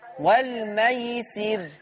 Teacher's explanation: لماذا تمد الياء؟ والميسر هكذا دون مد. ما في مد.